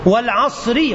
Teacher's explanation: العين حرف احتكاكي والصاد حرف احتكاكي، والحرف الاحتكاكي الاستمراري هذا يؤدي إلى ثقل المخرج